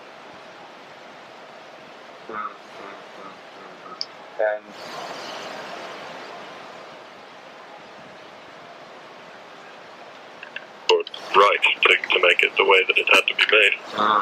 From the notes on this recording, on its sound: This is that analogue, 1998, recording, warts, and all (apologies).